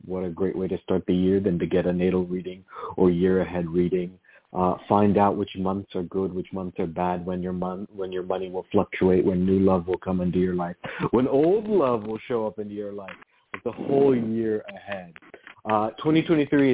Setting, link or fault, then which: link, phone line